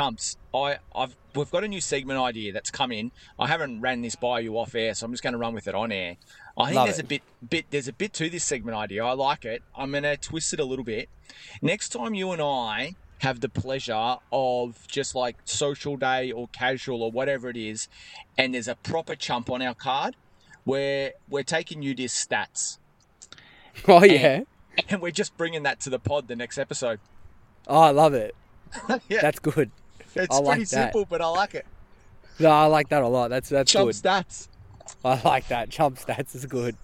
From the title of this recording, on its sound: live from Ruffey Rumble